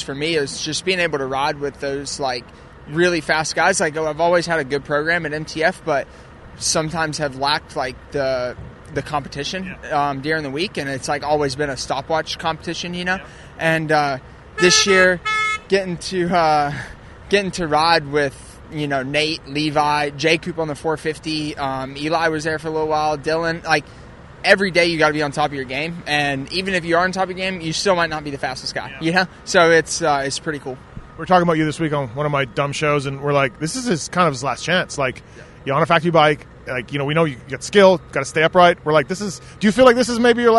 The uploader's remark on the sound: 2023 Houston SX Post-Race Interviews